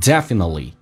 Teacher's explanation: T 跟 L 组合，T 是不用发音的，气流只要阻塞一下